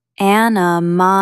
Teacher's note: Stress the third syllable, animosity.